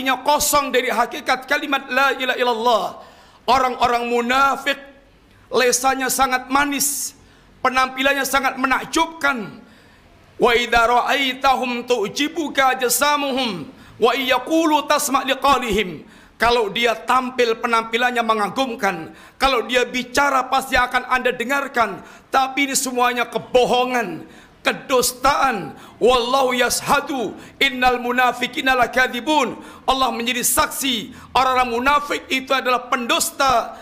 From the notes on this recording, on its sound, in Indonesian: Ini adalah rekaman live Khutbah Jumat